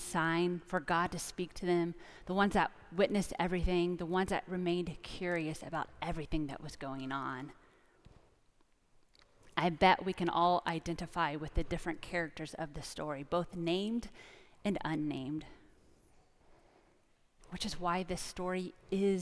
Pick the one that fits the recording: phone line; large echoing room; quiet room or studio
large echoing room